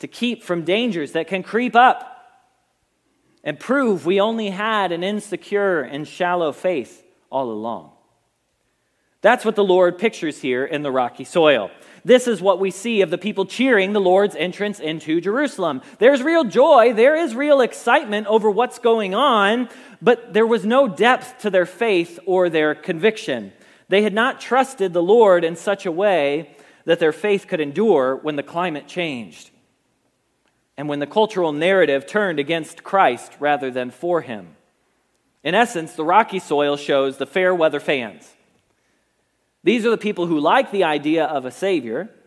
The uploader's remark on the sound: Message Preached at Valley Creek Church